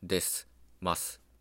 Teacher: 「です」とか「ます」のこの「す」っていうのは普通母音を伴わず「です」「ます」と共通語では言うんですよね · Term: 母音の無声化